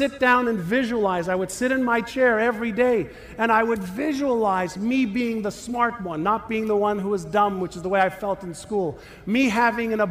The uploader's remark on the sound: talk at The Secret to Your Best Year Ever conference in San Diego, put on by the Jenna Druck Foundation